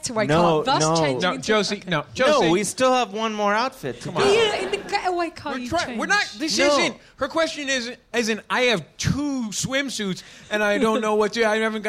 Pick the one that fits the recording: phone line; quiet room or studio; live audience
live audience